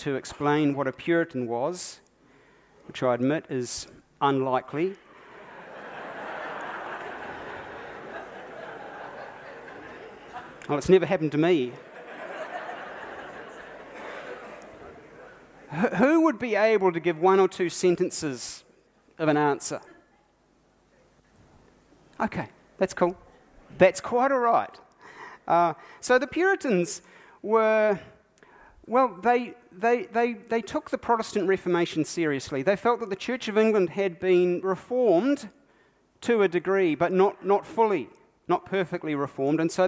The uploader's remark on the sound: keynote from the Baptist National Hui 2019